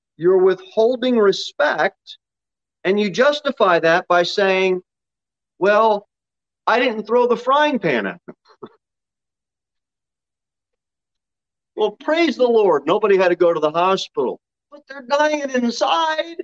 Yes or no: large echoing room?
yes